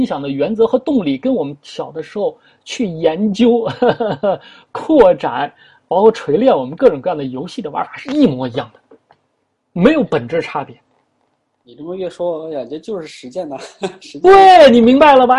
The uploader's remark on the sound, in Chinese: 首次线上活动, 用 zoom 会议室组织自在的主题讨论。